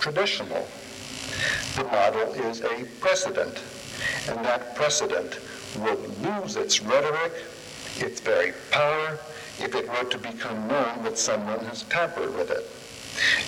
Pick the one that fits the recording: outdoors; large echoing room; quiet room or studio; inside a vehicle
large echoing room